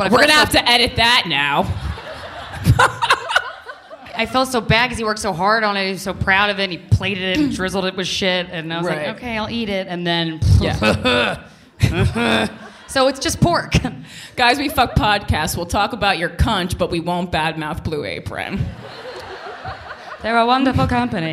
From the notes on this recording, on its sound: (LIVE FROM #JFL42). Are coming to you from the Royal Theater in Toronto! Recorded in front of a live audience at the Just For Laughs Comedy Festival.